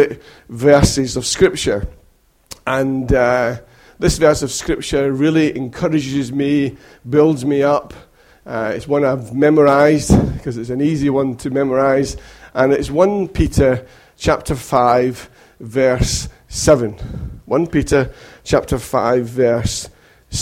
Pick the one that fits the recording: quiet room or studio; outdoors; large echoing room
large echoing room